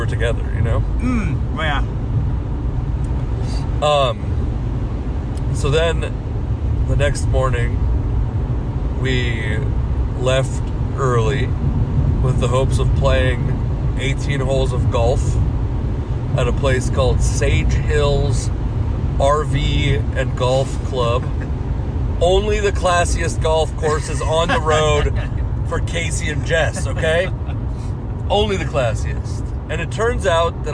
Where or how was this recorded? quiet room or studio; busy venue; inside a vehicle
inside a vehicle